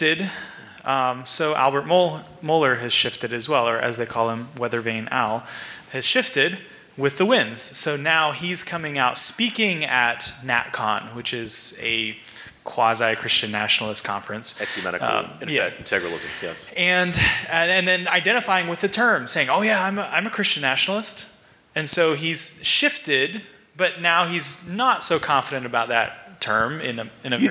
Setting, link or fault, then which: setting, live audience